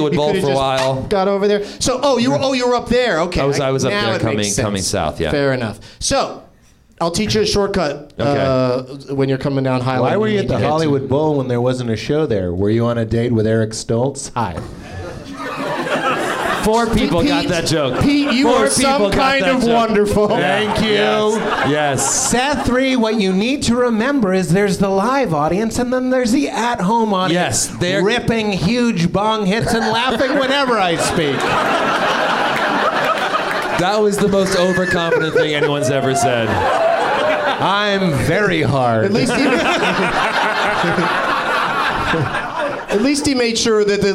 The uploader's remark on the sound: Live from the NerdMelt Showroom in LA.